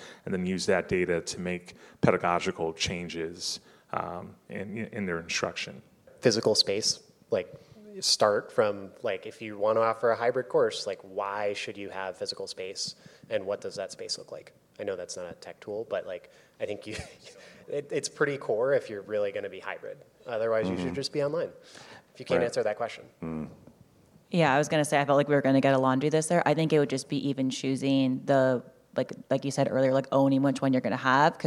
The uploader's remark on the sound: This is a special live episode of the podcast recorded in Austin at the SXSW EDU event this past March.